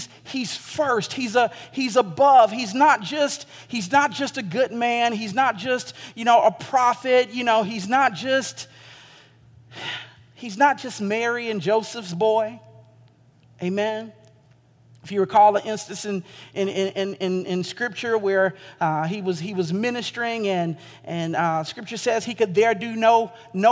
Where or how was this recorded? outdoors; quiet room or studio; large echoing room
large echoing room